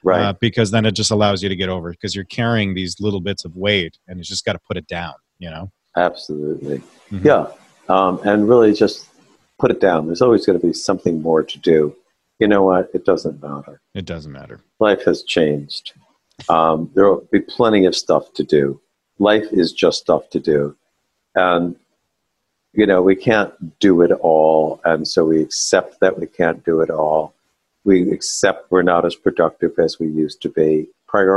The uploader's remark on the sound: This audio was taken from a live webinar